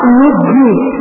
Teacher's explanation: وإنما وقع الإدغام لاشتراك النون مع الجيم في ثلاثة أمور في الجهر والانفتاح والتوسط بين الشدة والضعف